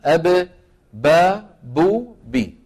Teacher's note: من الشفتين، شايف؟ بانطباق الشفتين على بعضهما، · Term: الباء